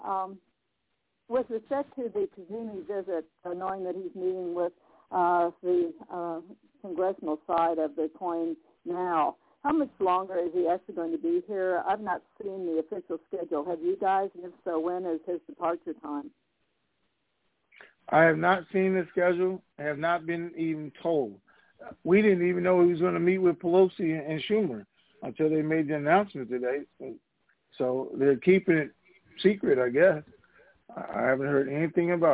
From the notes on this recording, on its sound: TNTSuperfantastictic Conference Call